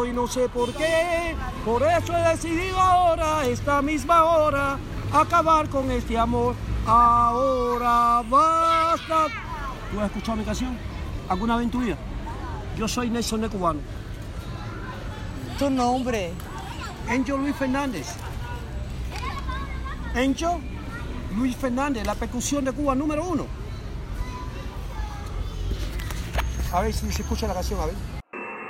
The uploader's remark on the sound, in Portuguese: Sequência de captações de vendedores ambulantes em Cuba. Arquivo da televisão cubana pré revolução.